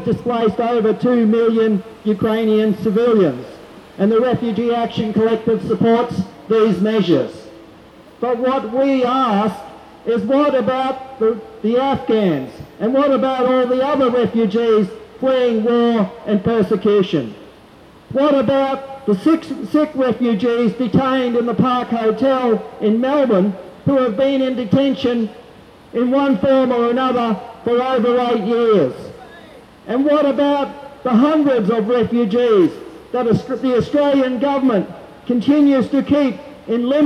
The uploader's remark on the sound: Rally for Peace 18 March 2022 outside the Hilton Hotel organised by JustPeace while Minister for Defence Dutton was speaking to the American Chamber of Commerce at a $2,000 luncheon inside the Hilton Hotel Brisbane.